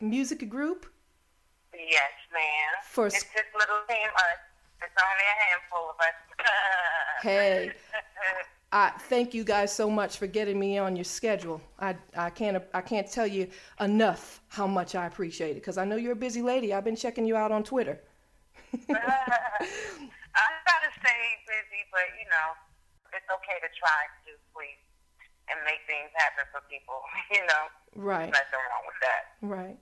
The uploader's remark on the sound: chats on the phone